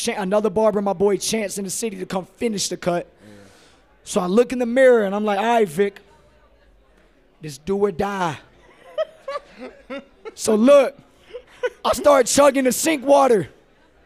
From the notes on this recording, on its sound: Recorded in front of a live audience in Utah during All-Star Weekend.